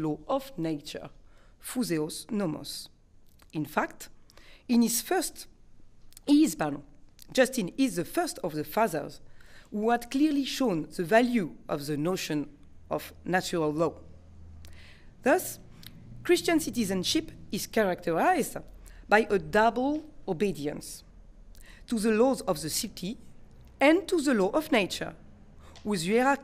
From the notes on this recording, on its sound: delivered this lecture on November 12, 2018 at the University of Chicago